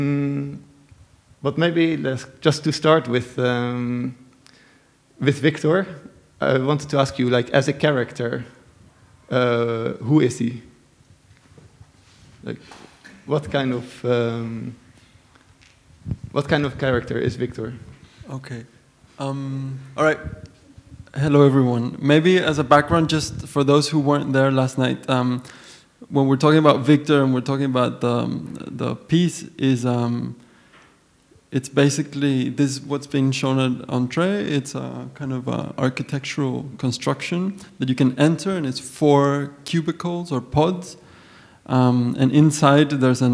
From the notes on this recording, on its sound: recorded live Upstairs at Bergen Kunsthall Sunday May 21st 2017